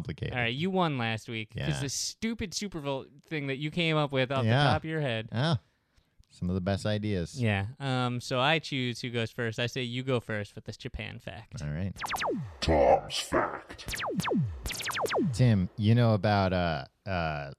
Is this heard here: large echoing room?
no